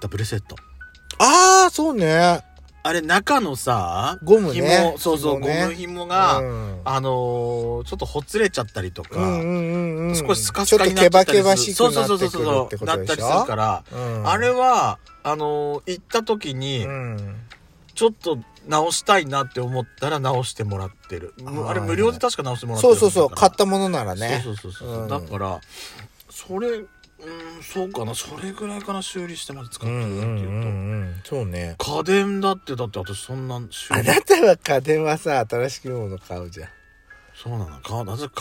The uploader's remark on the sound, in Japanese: From Radiotalk。パーキング収録。